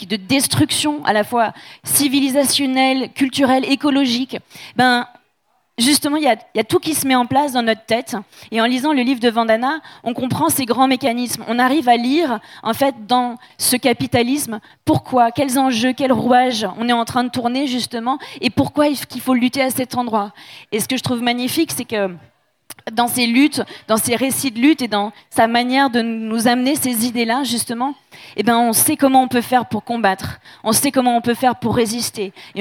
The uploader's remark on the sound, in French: Conférence enregistrée en public à la REcyclerie.